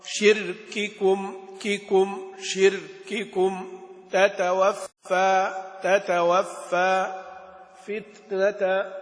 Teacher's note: كثير من الناس إذا يعني نطق بهذه الكلمات ربما يكون حرصه أشد على بيان الهمس مثلا في الكاف أو في التاء، ولا يحرص على بيان شدتها، ولا يحرص على بيان شدتها. فلذلك يعني أكد الناظم على مراعاة الشدة في الكاف والتاء، وخصوصا أنها تكررت